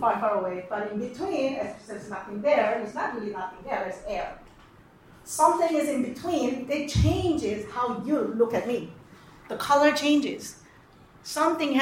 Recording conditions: live audience